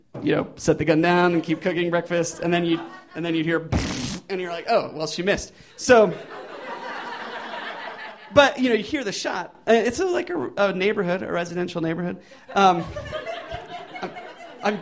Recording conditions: busy venue